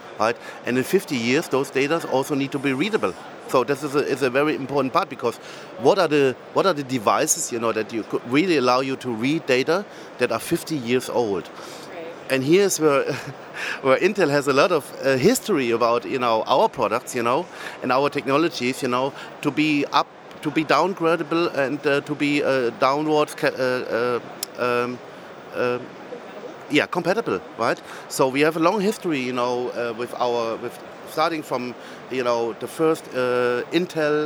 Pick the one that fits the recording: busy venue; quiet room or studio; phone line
busy venue